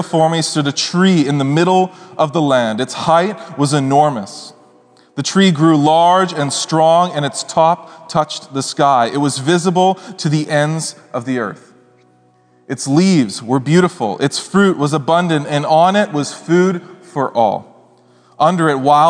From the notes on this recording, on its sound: Speaks at SouthRidge Fellowship, a Langley church.